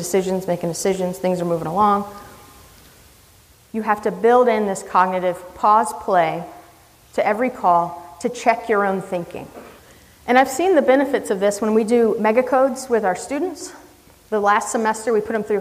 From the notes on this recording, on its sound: This is a recording of a talk. At the Wisconsin EMS Conference in January 2018.